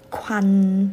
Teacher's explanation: 感觉还有一点鼻音